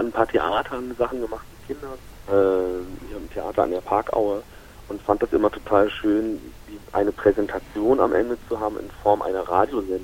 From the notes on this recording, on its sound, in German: Sorry für die Quali - in unserem Ausweichquartier hatten wir technische Schwierigkeiten mit dem Telefonhybrid - deshalb die vielen "aha", "mhm" und Kichergeräusche...